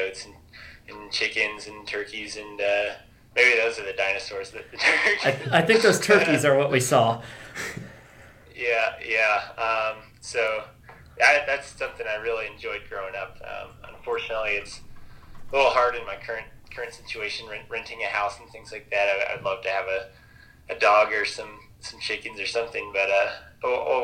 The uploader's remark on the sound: Joined us for a phone conversation this week.